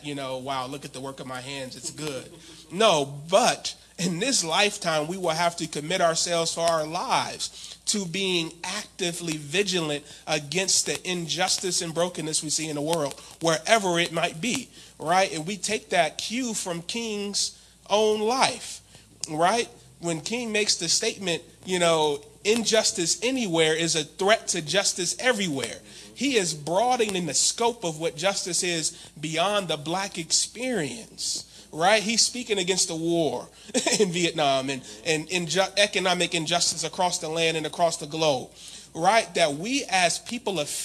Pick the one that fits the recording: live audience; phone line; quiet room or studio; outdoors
live audience